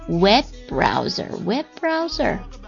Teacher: 这个如果是出现了两个 b 音的话呢，咱们就只发一次